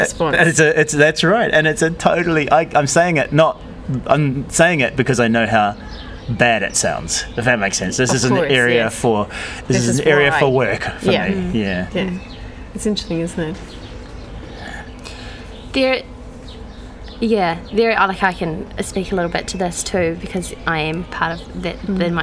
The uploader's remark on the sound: We recorded this one, for the first time, during the school day - during a 'free period' - and sat outside in the courtyard by the staff room and there was a chorus of birds to accompany our thoughts.